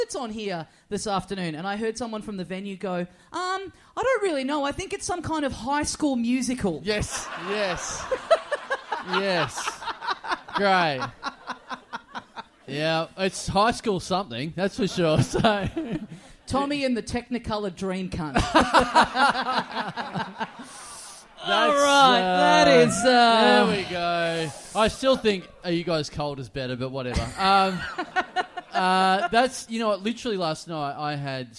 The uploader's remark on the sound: We're back in Brisbane for the first of our big double live episodes